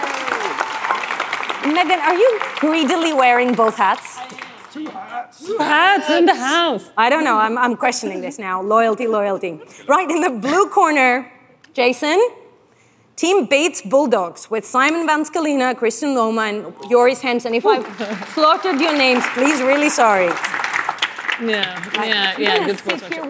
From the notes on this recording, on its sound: The F'in Debate - Live from Money20/20 Europe.